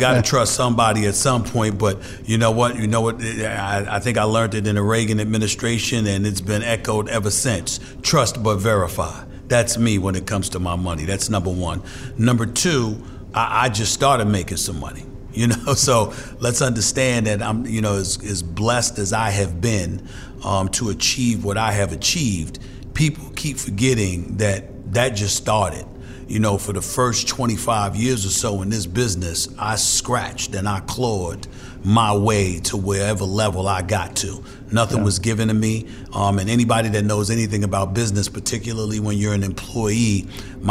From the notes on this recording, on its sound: Live from the Pump Brothers Foundation Charity Gala